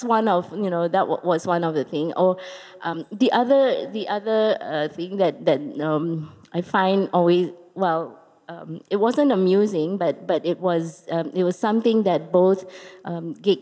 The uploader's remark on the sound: This conversation was recorded live in January 2017 at National Gallery Singapore